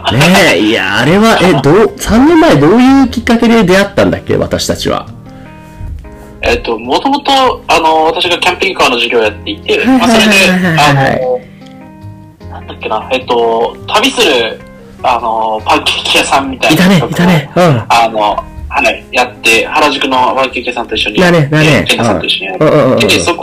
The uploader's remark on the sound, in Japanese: 今回機材トラブルで音割れが発生しております